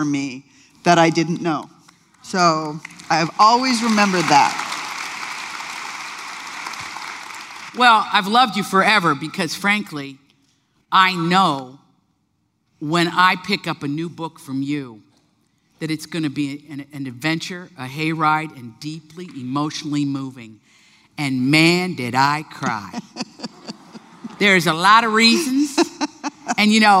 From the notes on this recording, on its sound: LIVE conversation. With an audience Q&A.